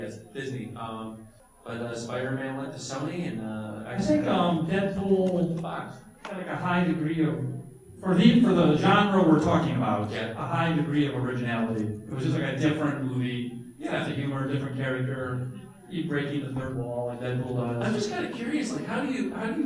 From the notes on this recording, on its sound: The Great Debate at Indiana Comic Con 2017. An interactive panel, our audience joined in to argue about their favorite films.